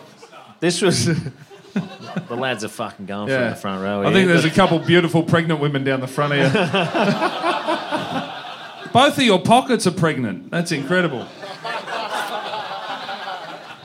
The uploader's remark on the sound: LIVE IN BRISBANE. At the second of our sold out live shows in BrisVegas.